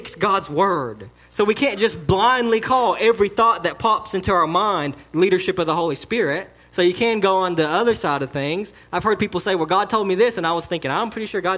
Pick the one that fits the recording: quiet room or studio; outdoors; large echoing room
large echoing room